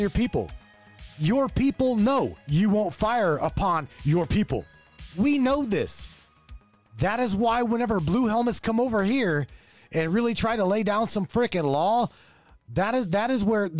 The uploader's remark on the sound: Taking your phone calls all night long